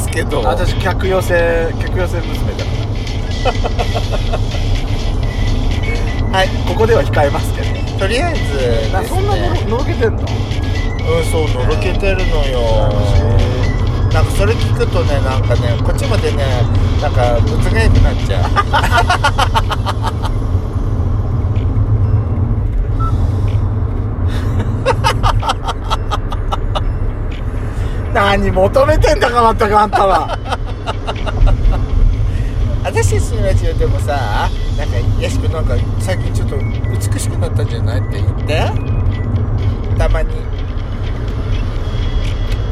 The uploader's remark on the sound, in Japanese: ドスドライブ収録。ロードノイズゴメンね。